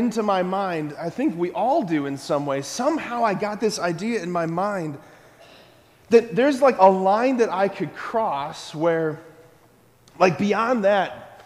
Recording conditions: large echoing room